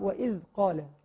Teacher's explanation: الذال تخرج من طرف اللسان مع أطراف الثناء العليا. فالبعض يقرأ يعني بخليها عايمة، وبمعنى صح يعني بيطلعها من طرف اللسان بس ما بوصلهاش لفين الثناء العليا.